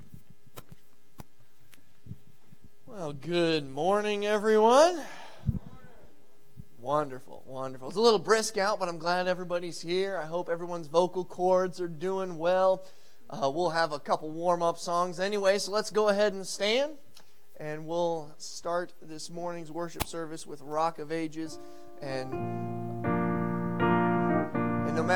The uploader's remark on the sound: preaching from the pulpit at Victory Way Baptist Church